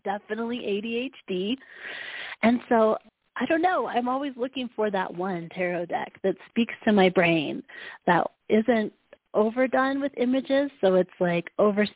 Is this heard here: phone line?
yes